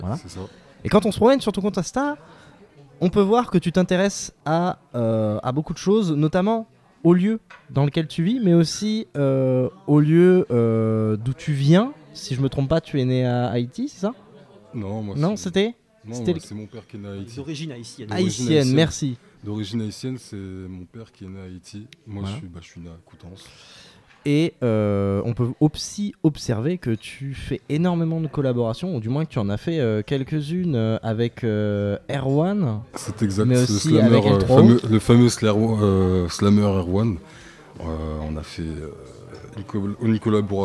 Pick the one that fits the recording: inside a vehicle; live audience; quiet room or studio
live audience